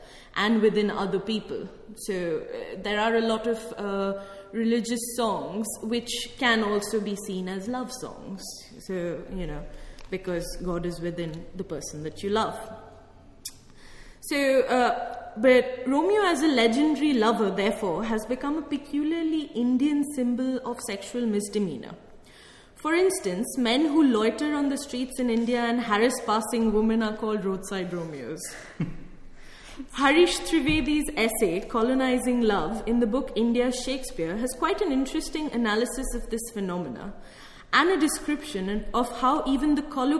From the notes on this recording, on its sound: held on the 14th of April at the Rose Theatre Kingston